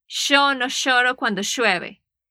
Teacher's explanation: en Argentina estas dos consonantes, doble L y Y, de hecho suenan como sh, sh, como sh.